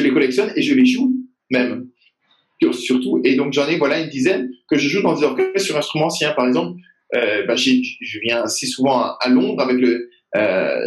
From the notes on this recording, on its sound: had a Zoom video call, during these times of lockdown